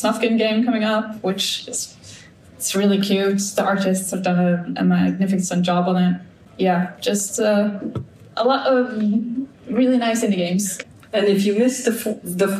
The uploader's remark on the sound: We report from the heart of the Skövde Game Conference, diving deep into a riveting panel discussion.